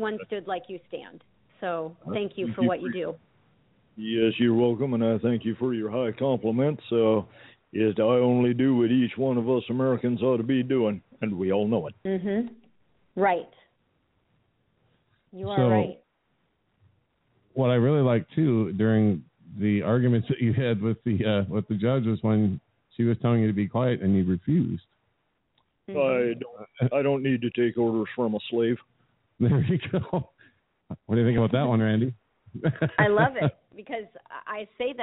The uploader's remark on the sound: Phone calls will be taken!